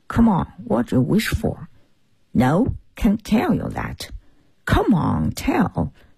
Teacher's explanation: 那种浅浅的沙哑，像是带着气泡音在讲英语的感觉